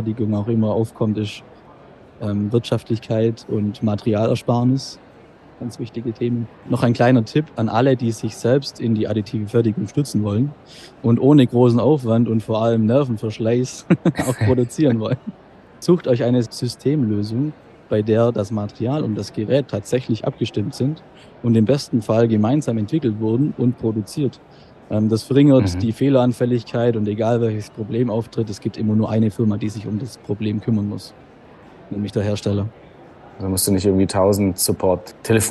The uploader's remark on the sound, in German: Live auf der IDS 2023 in Köln